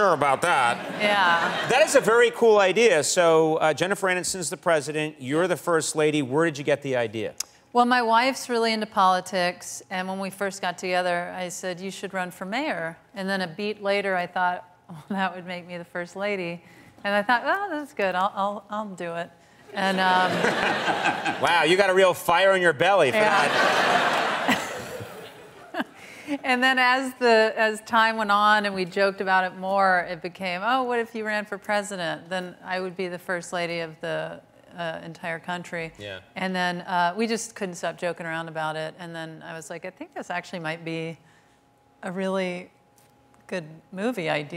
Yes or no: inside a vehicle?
no